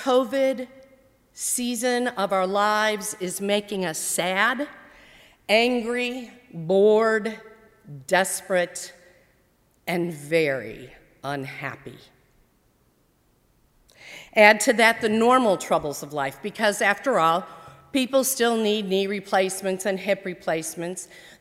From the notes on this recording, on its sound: during the service on Sunday August 23, 2020, at First Presbyterian Church of Arlington Heights, Illinois.